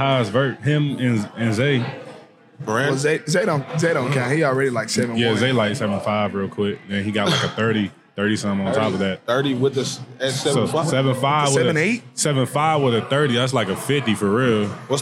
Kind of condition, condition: setting, busy venue